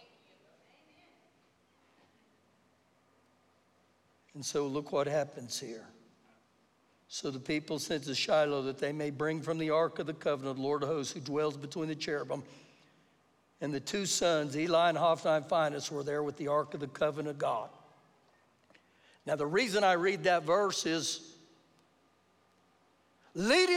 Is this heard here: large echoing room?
yes